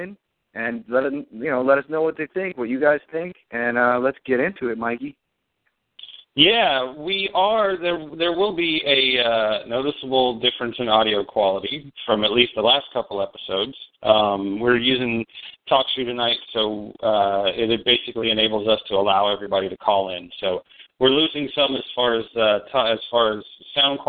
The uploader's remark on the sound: Fan Call